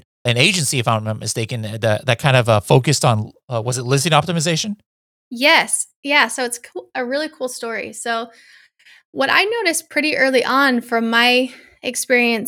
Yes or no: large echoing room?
no